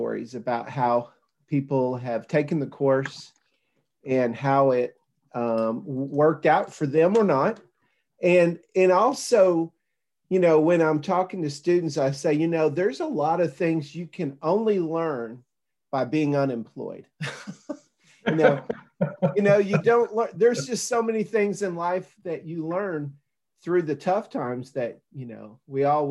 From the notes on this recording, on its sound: Zoom video interview